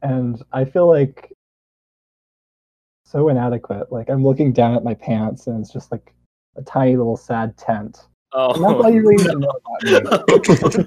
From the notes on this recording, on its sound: our audio quality spirals further down the toilet